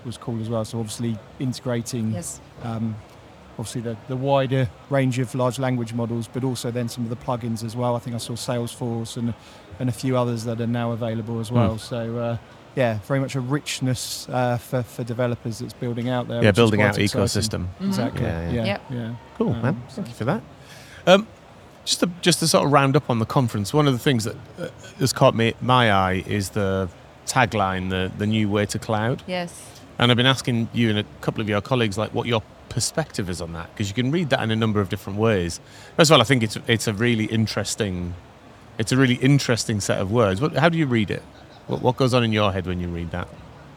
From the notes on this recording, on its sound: We are live from Google Cloud Next 2023, direct from the Expo floor.